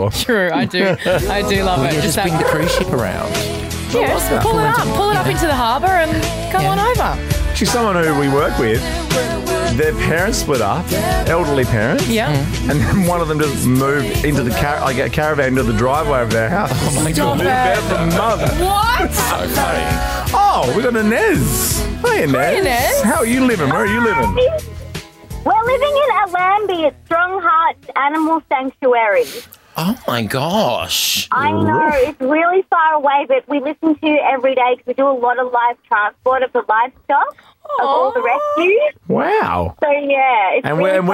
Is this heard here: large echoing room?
no